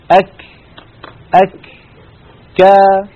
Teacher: في آخرهما، فالشدة في الكاف والتاء في أول النطق، والهمس في الكاف والتاء في آخر النطق · Term: الحرف الشديد المهموس